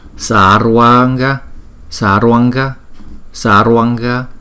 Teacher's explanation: Chữ A liên tiếp với chữ A thì chúng ta đọc thành một chữ A dài.